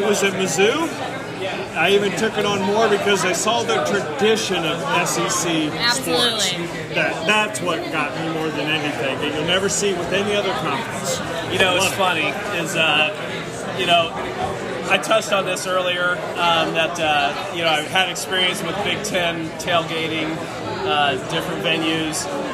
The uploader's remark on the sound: On location in Normal, IL from Medici’s.